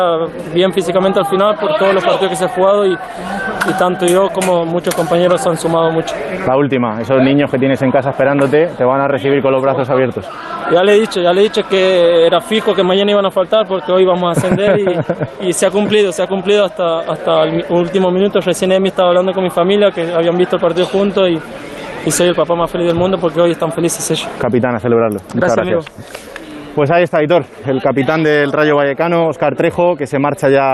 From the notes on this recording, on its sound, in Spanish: En directo en El Transistor, desde el césped de Montilivi.